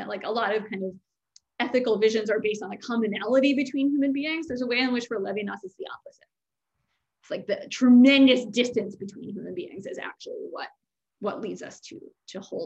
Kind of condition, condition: link, video call